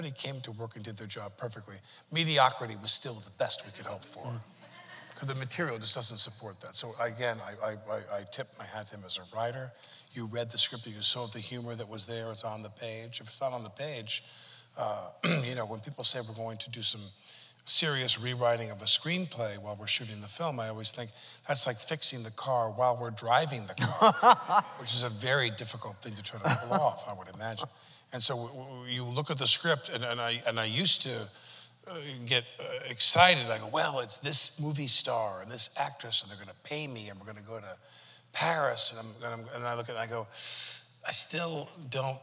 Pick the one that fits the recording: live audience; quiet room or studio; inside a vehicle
live audience